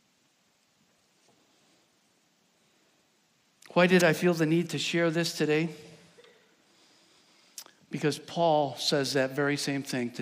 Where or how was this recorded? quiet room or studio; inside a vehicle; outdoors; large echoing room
large echoing room